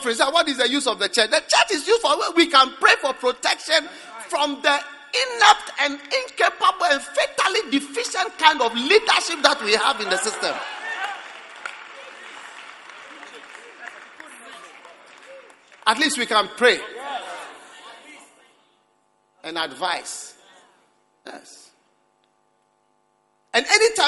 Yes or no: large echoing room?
yes